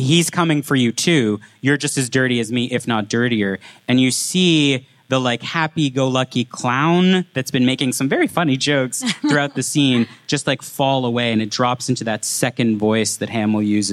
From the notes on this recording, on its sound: live at Fan Expo Canada